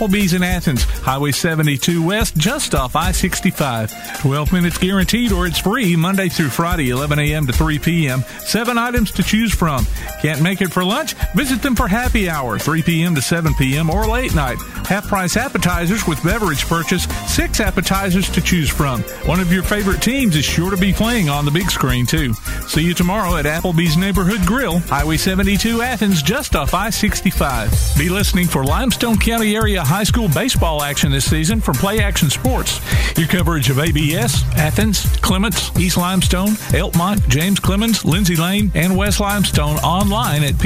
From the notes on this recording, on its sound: Live at Eli's Block Party Car Show